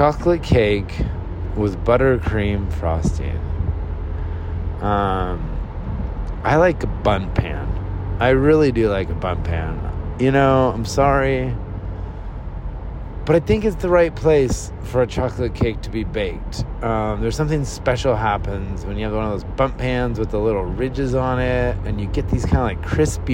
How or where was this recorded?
inside a vehicle